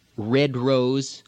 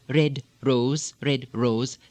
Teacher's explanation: It is occasionally sounding like R, R with a R sound, but usually it takes one single tap of the tongue against the alveolar ridge · Shown in: second take · Term: slight tap